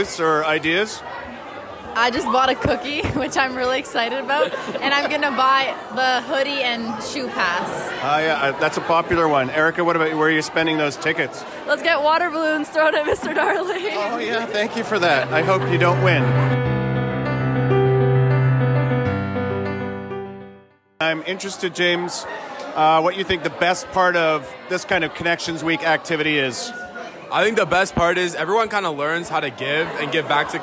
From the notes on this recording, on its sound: We took our microphones to the halls of the Lower, Middle, and Senior Schools during Connections Week to listen to the sounds and voices of our students raising money for our Connections Partners.